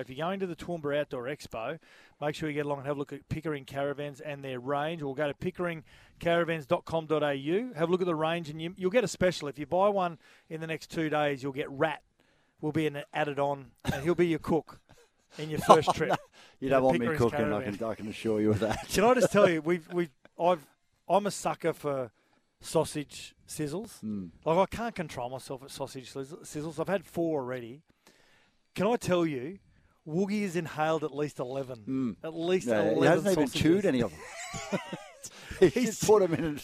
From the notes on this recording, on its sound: live at Treasure Island Caravan Park